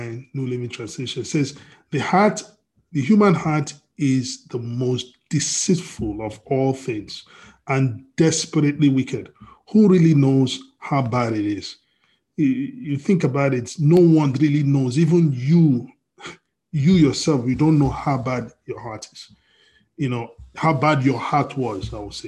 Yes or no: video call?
yes